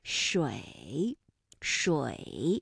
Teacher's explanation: 它的韵母是由乌，发音的状态快速转换到一 · Term: 复韵母